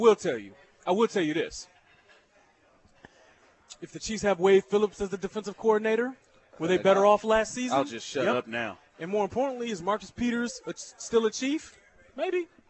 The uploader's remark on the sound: LIVE from Nick and Jake's in Overland Park